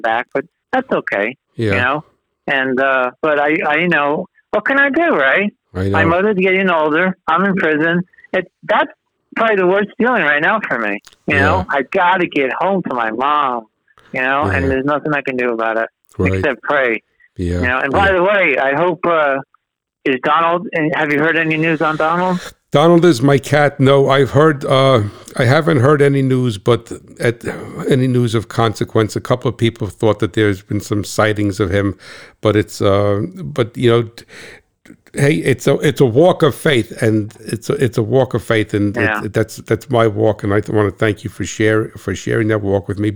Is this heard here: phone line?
yes